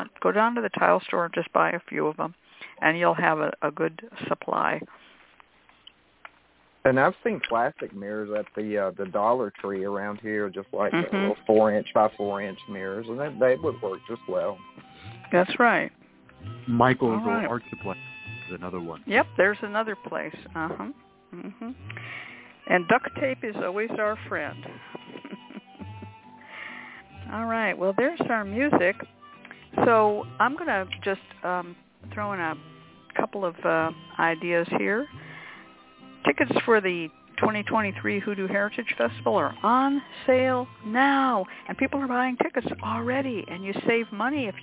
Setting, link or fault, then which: link, phone line